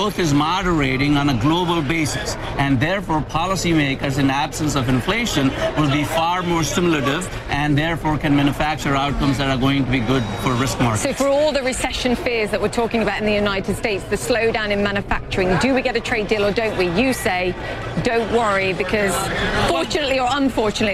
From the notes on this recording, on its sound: live from the New York Stock Exchange